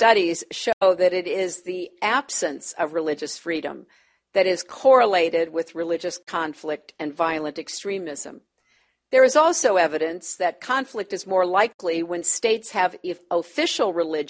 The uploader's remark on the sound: delivered remarks at Carnegie